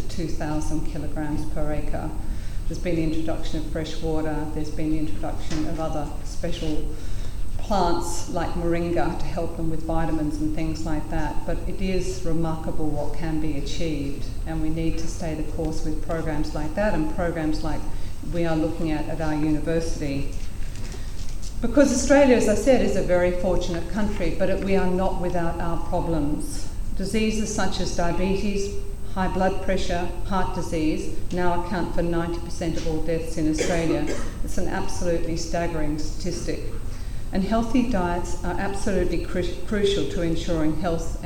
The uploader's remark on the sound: The keynote lecture in the Food Governance Conference hosted by Sydney Law School and the Charles Perkins Centre at the University of Sydney